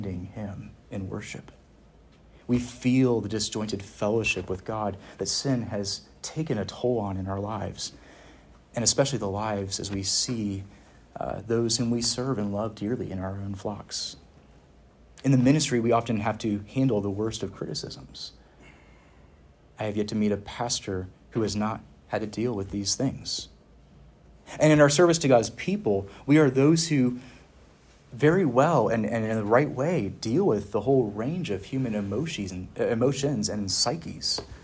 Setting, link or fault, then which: setting, large echoing room